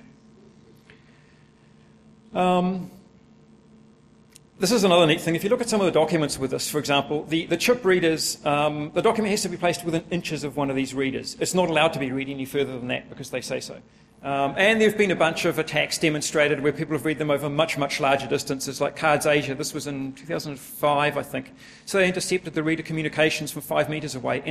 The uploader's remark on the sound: a full recording of a presentation